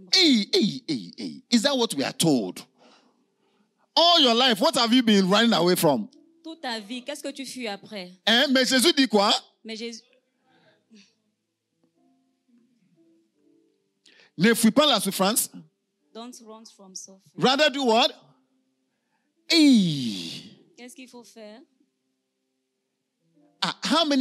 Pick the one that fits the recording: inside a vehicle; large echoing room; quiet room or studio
large echoing room